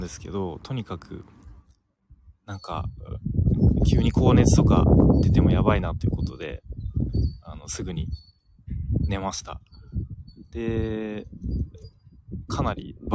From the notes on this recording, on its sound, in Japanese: 公園での公開収録。Stand.fm。